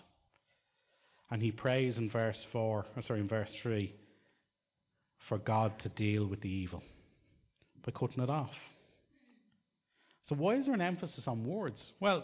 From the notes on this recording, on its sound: Recorded live in Liberty Church in 2019